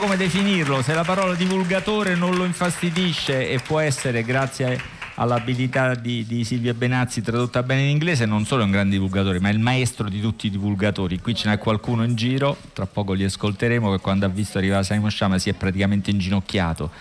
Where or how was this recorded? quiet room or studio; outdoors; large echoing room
outdoors